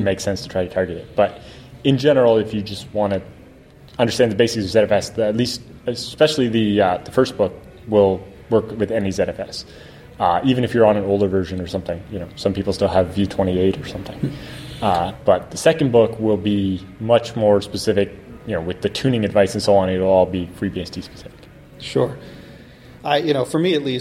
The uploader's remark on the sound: at vBSDCon in Reston, Virginia